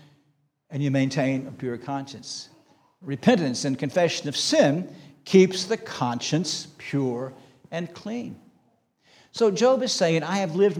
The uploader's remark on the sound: This sermon was preached on July 16, 2023 at Antioch Presbyterian Church, a mission work of Calvary Presbytery of the Presbyterian Church in America located in Woodruff, South Carolina.